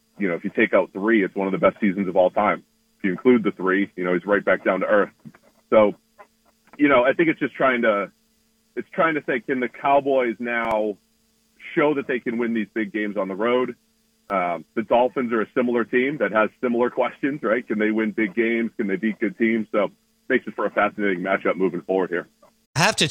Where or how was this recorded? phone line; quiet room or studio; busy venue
phone line